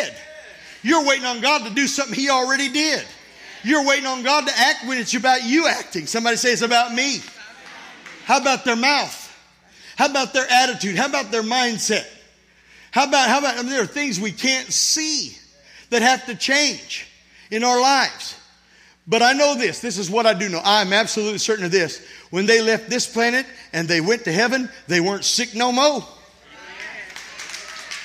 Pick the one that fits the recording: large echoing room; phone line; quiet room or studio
large echoing room